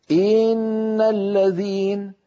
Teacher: الضغط على همزة إن تنطق خطأ إن الذين، فإذا فعل ذلك تولد من كسرة الهمزة ياء